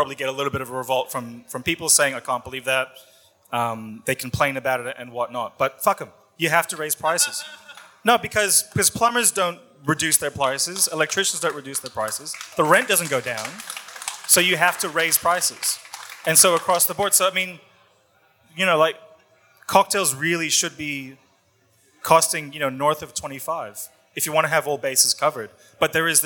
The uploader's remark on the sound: This is a recording of a panel chat that I hosted the other week in Sydney at Paramount Liquor’s Future Proof Forum. It was a great night, a number of different distilleries and brands were on hand offering samples, and we had a great audience to listen to three of the talks on the night.